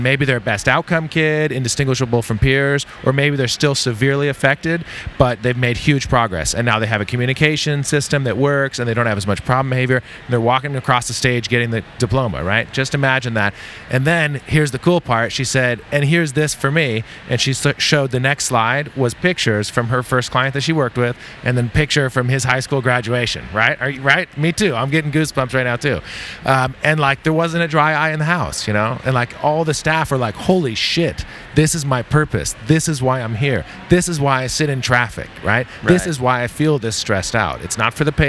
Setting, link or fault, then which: setting, busy venue